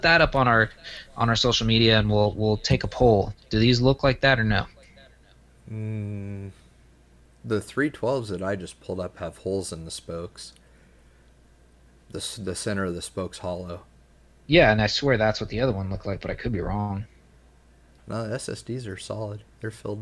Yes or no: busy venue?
no